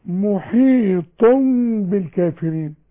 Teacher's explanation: التنوين اللي بعده باء يحصل للتنوين قلبة. اصل ده التنوين ده اللي بعده باء بوشين يتقلب على الوش التاني.